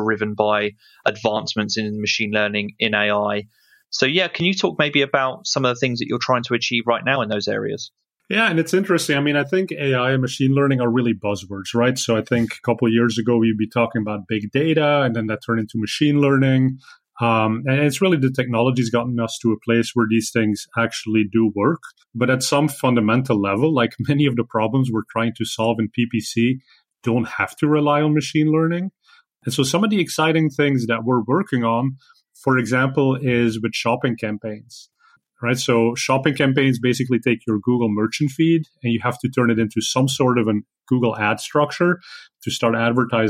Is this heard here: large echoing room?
no